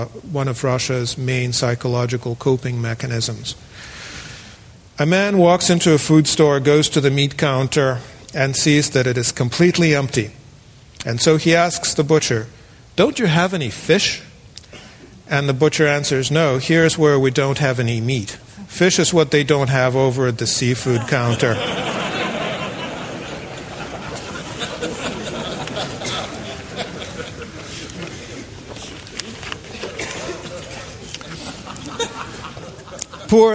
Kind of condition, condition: setting, live audience